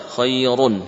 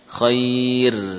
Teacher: ra sukun yang didahului dengan ya sukun bacalah dengan tipis · Shown in: second take